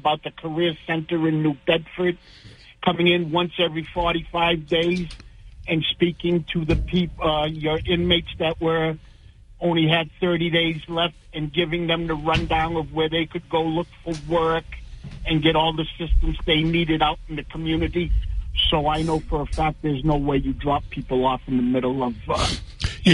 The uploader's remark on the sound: takes calls from the audience